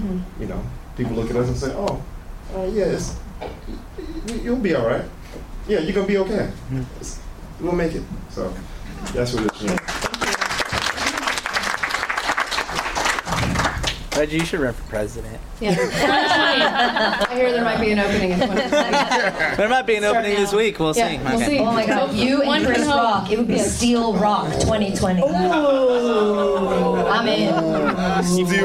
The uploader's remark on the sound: LIVE Podcast from the Punch Line San Francisco.